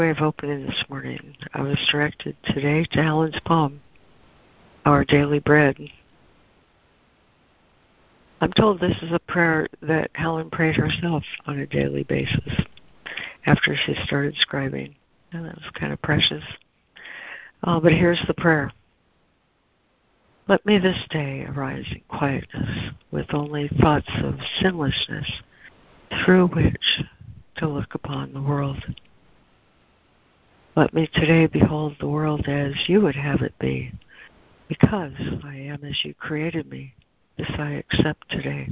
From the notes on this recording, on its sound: ACIM Daily Conference Call